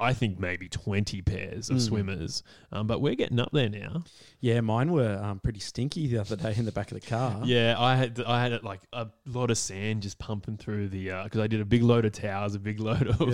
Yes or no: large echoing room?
no